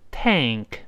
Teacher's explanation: 这个字母 A 呢，在这儿发 a 就是口型最大的像梅花一样的一个“哎” · 这个“k”是舌根的爆破，所以必然它舌根会拱上去。哎，在拱舌根，这个音节不好读，跟老师大声先读这个音节。Eng，Eng。你记住先发“哎”，把嘴咧开，然后慢慢滑到舌根音，舌根音就舌根拱上去，读词喉咙上，嗯，嗯。这个声音，你又，哎，滑倒，嗯，你看，嗯，嗯，就这么一个声音，跟老师再读一遍，tank，tank，哎，可不要读 tank 啊，tank，tank，这么一个声音啊。什么叫 tank 呢？我们看下面的词汇注释。A large container for storing liquid orgas，就是用来盛啊，或者容纳液体或气体的这样的大容器。在我们汽车里面，这个 tank 就是指油箱就好了。那你像 gas tank 就油箱，那上